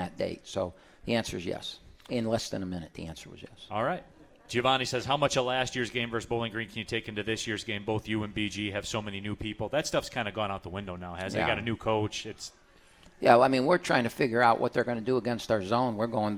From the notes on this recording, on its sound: live from RJs Pub in Rochester Hills!